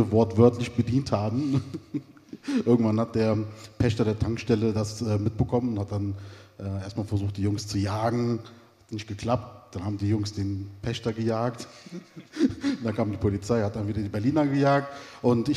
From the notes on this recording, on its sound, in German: In Köln gesellten sich gleich drei Deutschrap-Urgesteine zu den beiden auf die Bühne